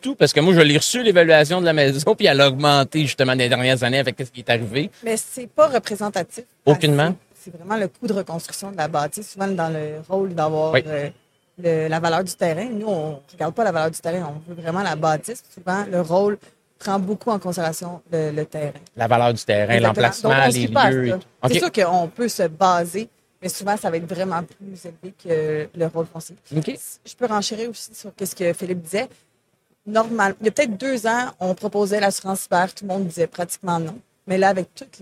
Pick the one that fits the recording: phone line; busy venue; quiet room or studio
busy venue